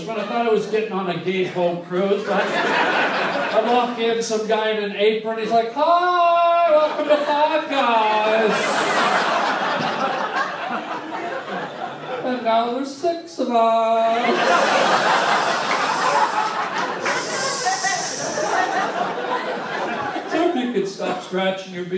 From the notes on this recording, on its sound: LIVE stand up at The COMEDY STORE